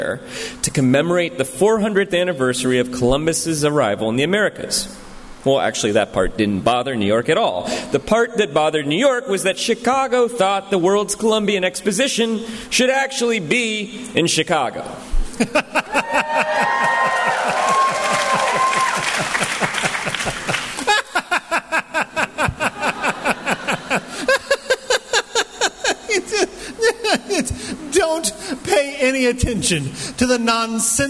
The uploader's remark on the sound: In this live podcast episode, two actors playing New York and Chicago duke it out over who will host the coveted 1893 World’s Fair.